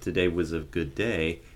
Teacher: So today, at the end of an utterance, you're going to get a nice A, but today was a good day, it would have much less diphthongal quality, and so you get more of the pure A · Term: smoothing